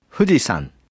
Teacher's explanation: Para pronunciar nuestra F, echamos el aire hacia nuestros dientes frontales, mientras que en japonés los dientes no se utilizan, sino que se juntan los labios y se sopla un poco de aire a través de ellos · Term: la F